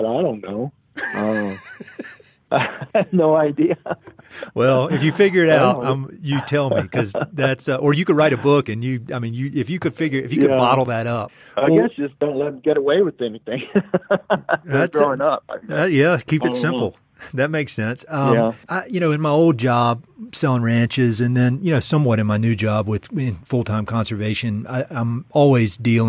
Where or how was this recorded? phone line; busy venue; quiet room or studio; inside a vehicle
phone line